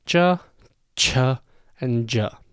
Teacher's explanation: you have a CH and a CH with aspiration, and then a J